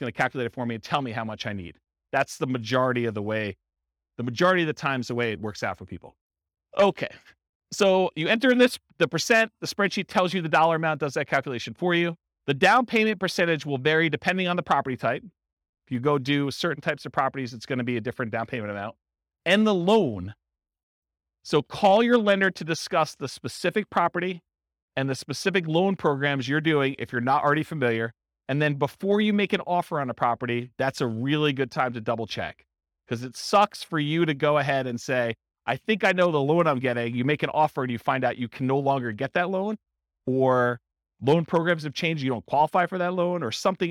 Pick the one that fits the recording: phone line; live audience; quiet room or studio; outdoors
live audience